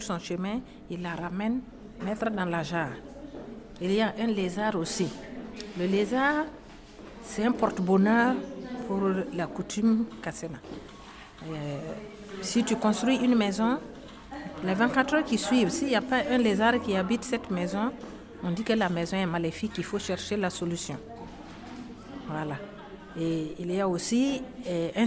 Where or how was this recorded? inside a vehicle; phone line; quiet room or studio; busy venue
busy venue